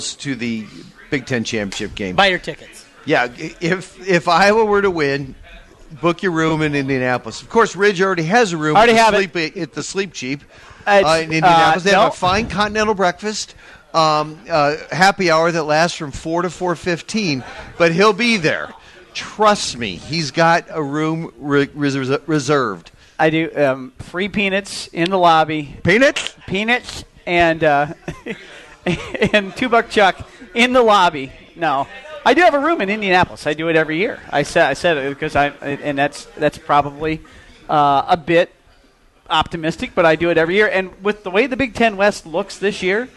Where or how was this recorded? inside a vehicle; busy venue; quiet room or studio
busy venue